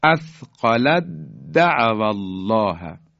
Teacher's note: فلما اثقلت دعوا الله، تی دو نقطه کاملا از بین میره، اثقلت د یعنی دال رو مشدد میکنیم